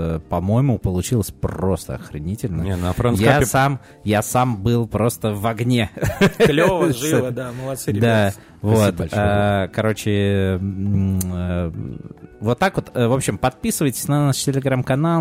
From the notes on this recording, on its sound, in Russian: которые мы записали на прошедшем на прошлой недели Friends Cocktail Cup 2023